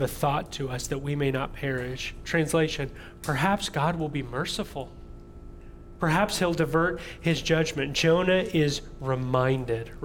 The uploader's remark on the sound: audio from New City Church in Champaign-Urbana, IL